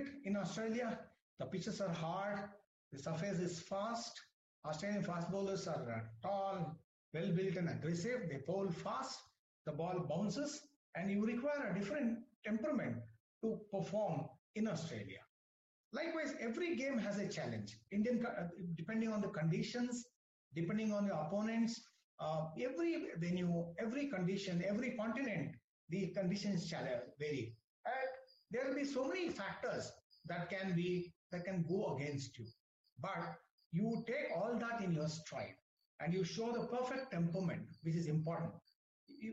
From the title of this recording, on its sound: WEBINAR AUDIO RECORDING